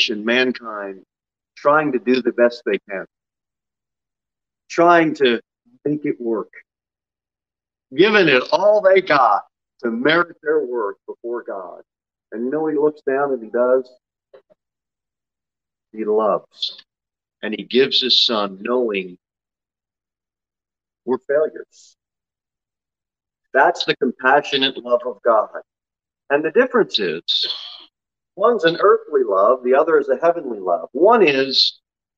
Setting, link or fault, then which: setting, large echoing room